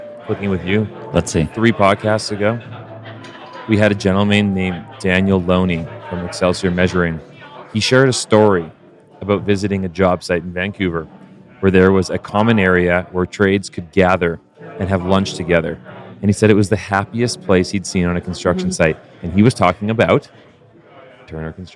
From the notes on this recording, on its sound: From the conference floor at the VRCA Construction Leadership Forum 2023.